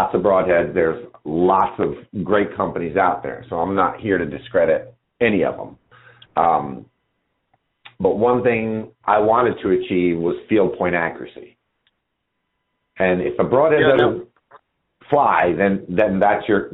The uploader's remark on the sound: live listener calls